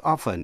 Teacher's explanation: Nhận xét là chữ often, đôi khi quý vị cũng nghe thỉnh thoảng có người nói often, nhưng mà thường thường thì đọc bỏ âm T